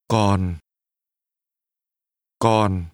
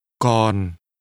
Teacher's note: Still is pronounced with a falling tone.